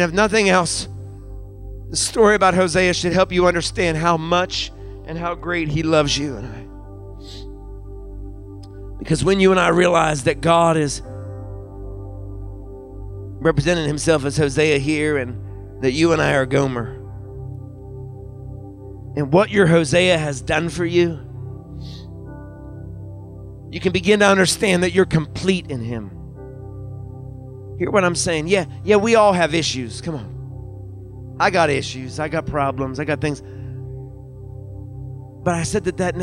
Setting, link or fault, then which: setting, large echoing room